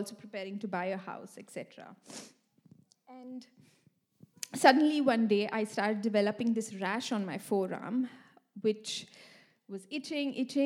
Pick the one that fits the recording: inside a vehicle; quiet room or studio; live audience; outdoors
live audience